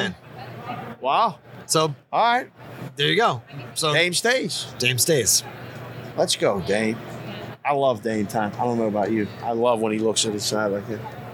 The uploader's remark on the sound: Live on RADIO ROW for the Super Bowl in LA. The show from Los Angeles!